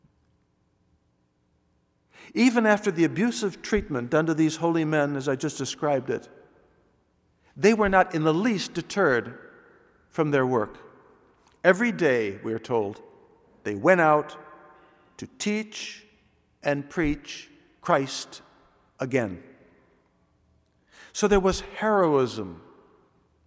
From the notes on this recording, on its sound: Delivered this homily on Sunday, April 10th, 2016 at the Noon Mass. This is part of a backlog of audio files now being uploaded after a recording system upgrade.